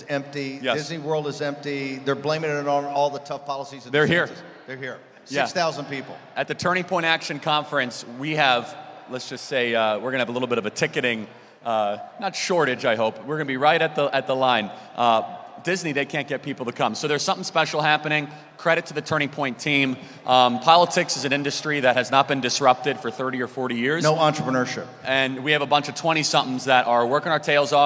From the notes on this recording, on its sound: Live From ACTCON